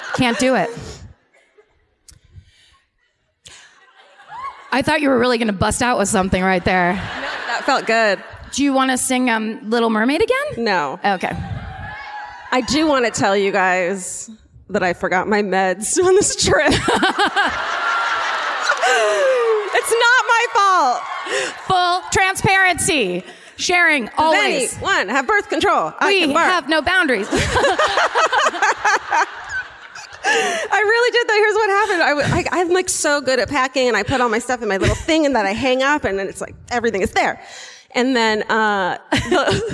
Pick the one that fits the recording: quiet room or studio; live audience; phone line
live audience